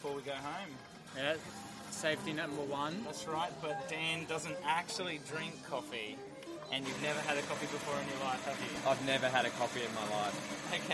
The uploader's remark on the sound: Recorded live on Australia Day 2020 at the Beerwah Hotel, QLD.